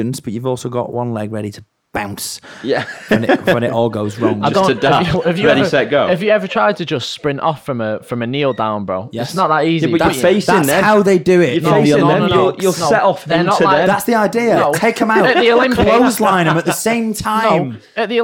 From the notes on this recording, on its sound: our Live Studio Audience, as we’ve mic’d them up